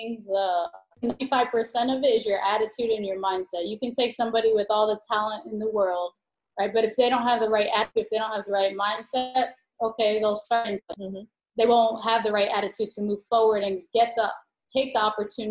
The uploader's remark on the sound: Be patient with the sound quality in this episode, given the circumstances with the internet connection, it did affect the sound.